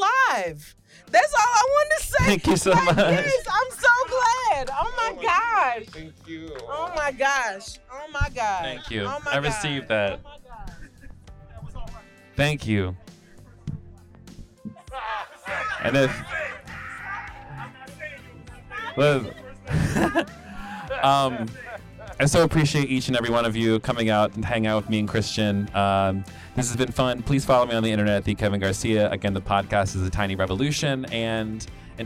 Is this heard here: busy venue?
yes